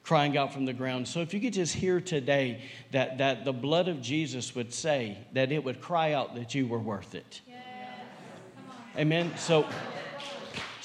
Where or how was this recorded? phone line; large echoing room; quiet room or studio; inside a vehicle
large echoing room